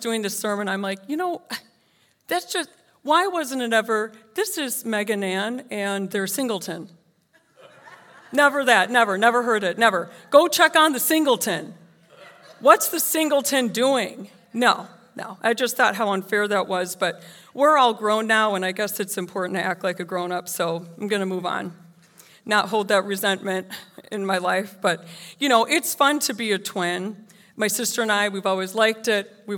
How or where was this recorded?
live audience